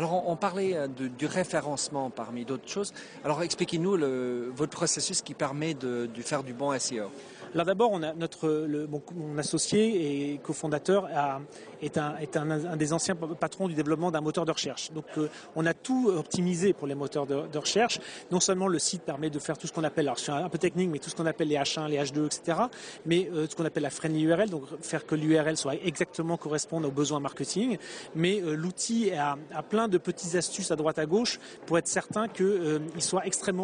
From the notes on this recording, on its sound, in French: au Universite d'Eté du MEDEF 2012 et ai pris l'occasion d'enregistrer cet entretien